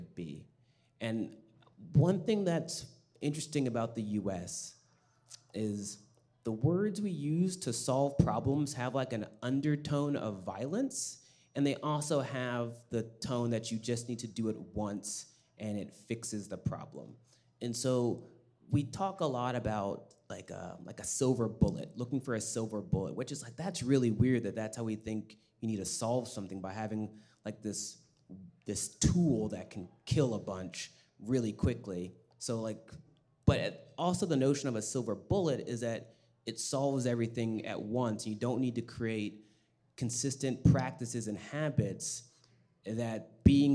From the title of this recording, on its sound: Sustainable Culture Lab Launch Event -- Live Podcast